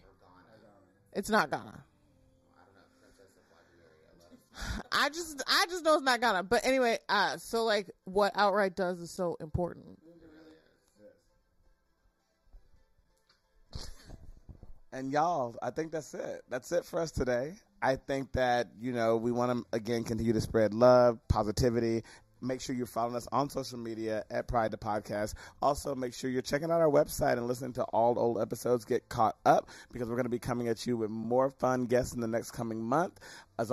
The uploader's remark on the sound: Live from the NYC Pride march! Special Pride Episode ft. Us at NYC Pride March. Listen in as we take you through the parade and more!